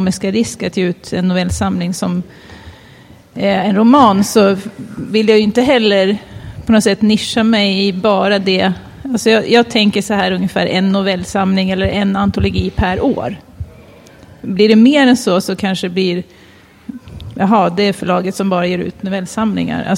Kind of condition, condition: setting, busy venue